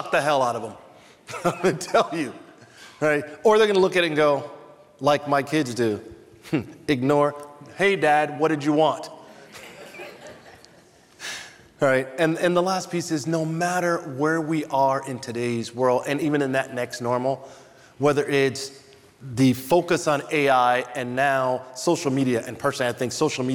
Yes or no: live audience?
yes